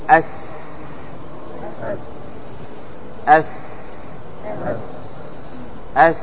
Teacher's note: ماذا يلاحظ مع هذا الحرف؟ يلاحظ مع هذا الحرف خروج هواء، فإذا خرج هواء فهو مهموس، وأيضا هو رخو يعني سهل وميسر